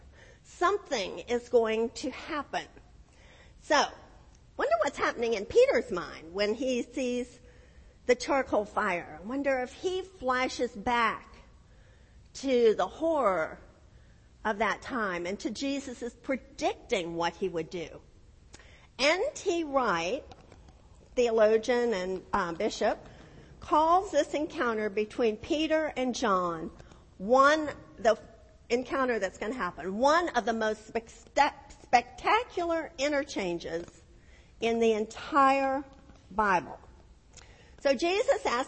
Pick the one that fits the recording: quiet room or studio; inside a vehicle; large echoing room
large echoing room